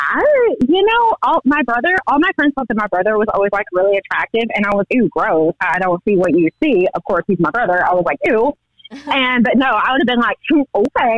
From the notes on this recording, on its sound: The woman on the phone